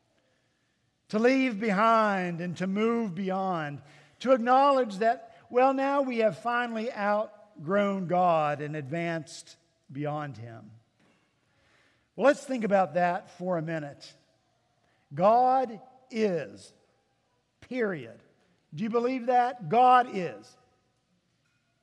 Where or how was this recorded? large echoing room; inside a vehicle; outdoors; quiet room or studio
large echoing room